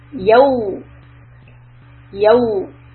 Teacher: you can say ending sound of English O, which would be yau, yau. Or you can make the ending sound of an English U, yau, yau. So the U sound is the more correct sound.